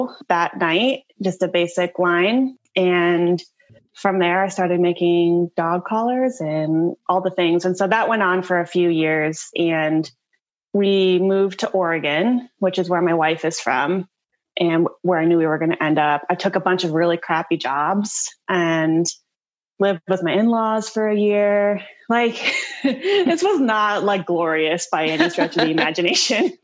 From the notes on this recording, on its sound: We sit down (actually Zoom call cause rona still around).